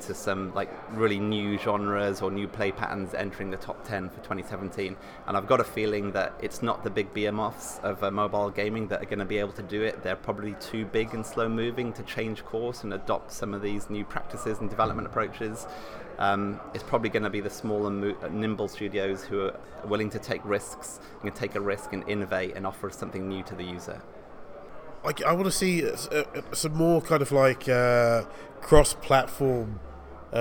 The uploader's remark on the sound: Recorded at Mobile Games Forum 2017 in London